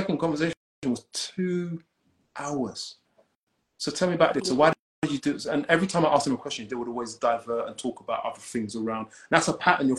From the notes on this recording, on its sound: Instagram Live Session